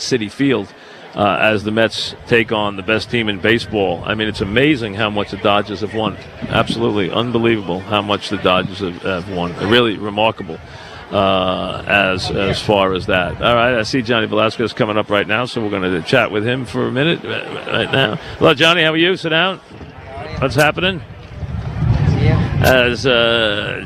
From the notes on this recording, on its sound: Live at Saratoga.